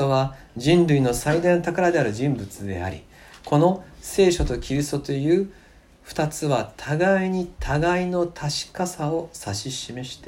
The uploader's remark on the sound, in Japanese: 2020年元旦礼拝礼拝メッセージ録音です。